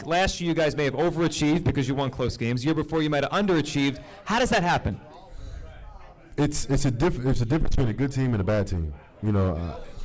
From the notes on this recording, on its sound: a live recording